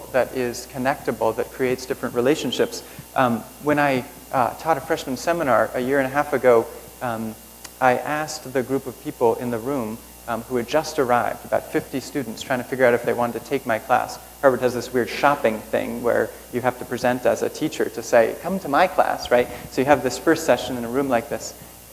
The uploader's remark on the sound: Keynote at Internet & Society 2007